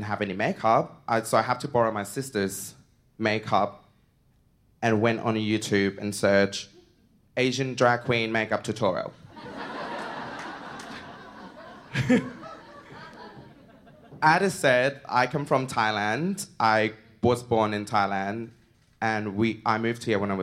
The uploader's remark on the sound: SPUN: True Stories Told in the Territory is a live storytelling event that showcases some of the extraordinary people and stories that make up the Northern Territory. Popping up at different venues across Darwin. At our event at the Michael Long Centre on International Women's Day in 2019.